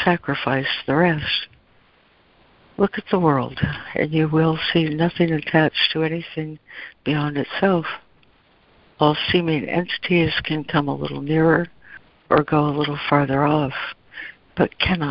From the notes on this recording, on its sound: ACIM Daily Conference Call.